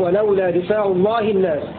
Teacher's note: بكسر الدال وفتح الفاء وألف بعدها